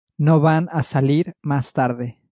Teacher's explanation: Turn it into a question by raising the intonation at the end